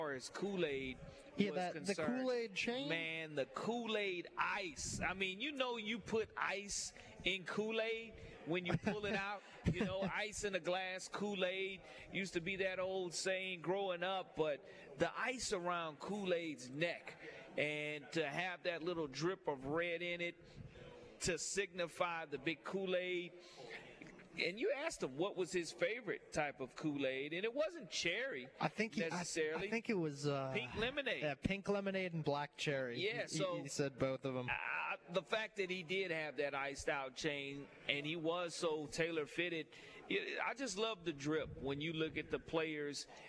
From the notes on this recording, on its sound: Live at SEC Media Days. The Nashville SEC Media Day Four!